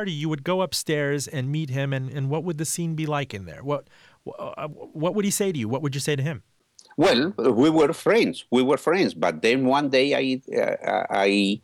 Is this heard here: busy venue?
no